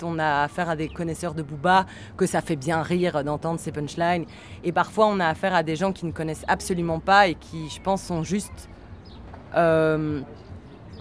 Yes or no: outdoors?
yes